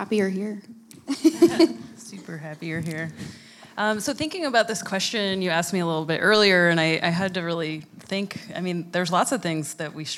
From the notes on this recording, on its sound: LIVE at ReactJS Girls. A live show at ReactJS Girls with a panel of 3 amazing women.